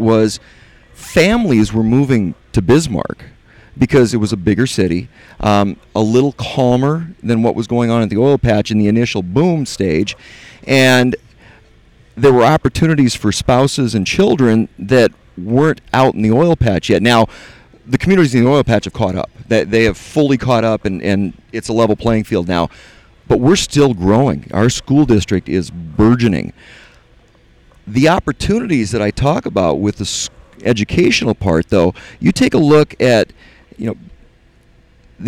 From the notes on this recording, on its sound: Living The Crude Life Live Recording Session at the Bakken BBQ.